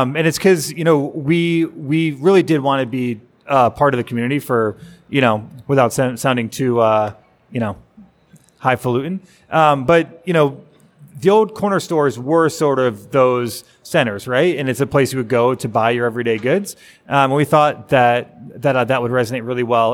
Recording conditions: live audience